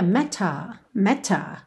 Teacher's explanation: num sotaque mais britânico a gente teria meta, meta, ok? O T bem marcadinho.